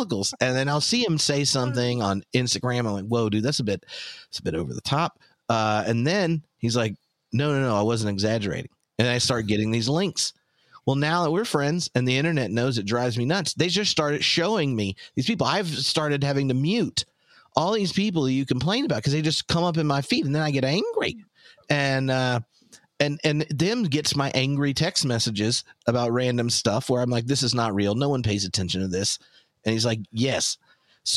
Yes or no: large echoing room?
no